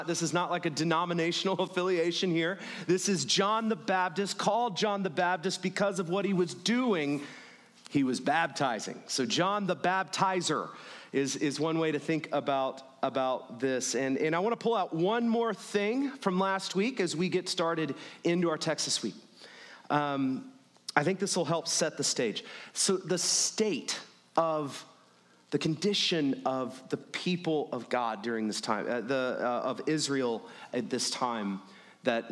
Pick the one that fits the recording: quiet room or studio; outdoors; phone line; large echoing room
large echoing room